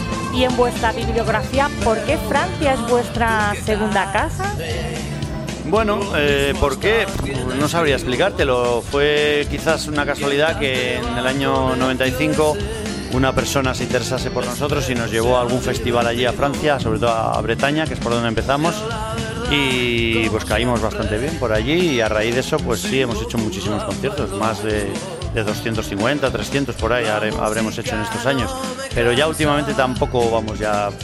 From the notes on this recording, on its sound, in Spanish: en el concierto que se realizó el domingo 1 de septiembre en la Plaza del Ayuntamiento de Torrelaguna